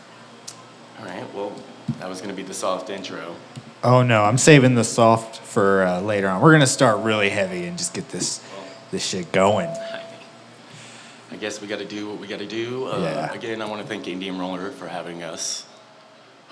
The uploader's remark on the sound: Taking over the stage of Indian Roller in Austin, TX on Mondays. Recorded Live at Indian Roller in Austin, TX on 8/2/2021.